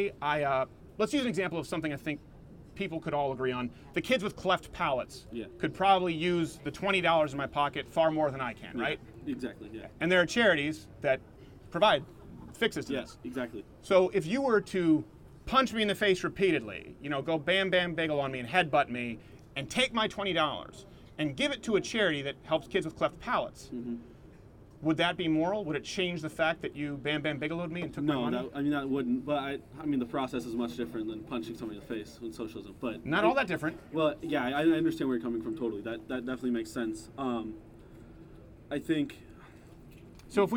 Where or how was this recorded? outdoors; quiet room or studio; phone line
outdoors